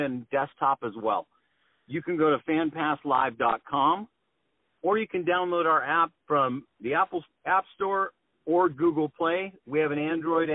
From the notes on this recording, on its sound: On the phone